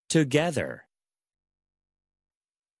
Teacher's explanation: 3음절 단어들 중에서도 오늘 가운데 강세 보고 있습니다